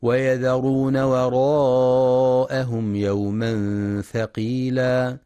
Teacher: في كلمة وراءهم ينتبه القارئ لترقيق الواو والهمزة وعدم تفخيمهما